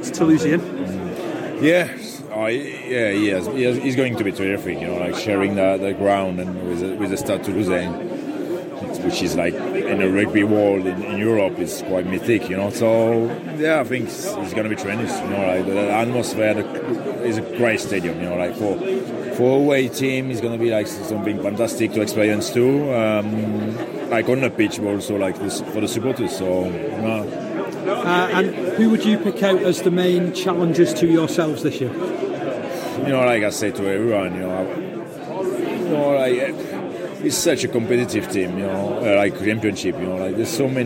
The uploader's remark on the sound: ventured to the RFL Launch event at Huddersfield